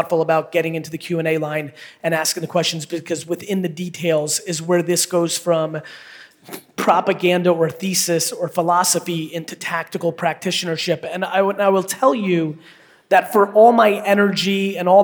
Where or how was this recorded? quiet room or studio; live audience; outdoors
live audience